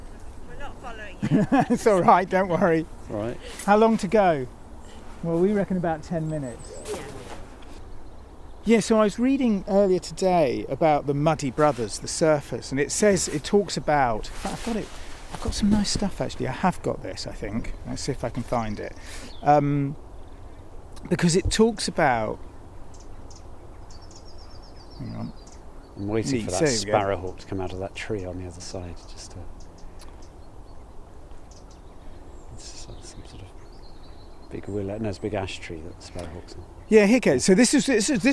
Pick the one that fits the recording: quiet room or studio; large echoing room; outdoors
outdoors